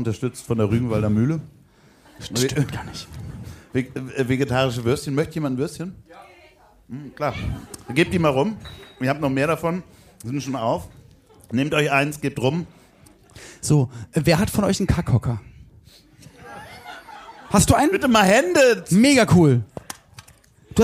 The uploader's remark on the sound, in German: Hier kommt sie, die B-Seite der Live-Show aus dem Schmidtchen.